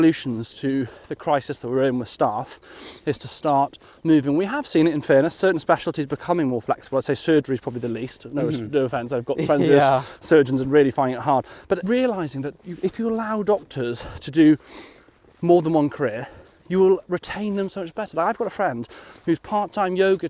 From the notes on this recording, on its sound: In this second part walking through the snowy grass of Greenwich Park.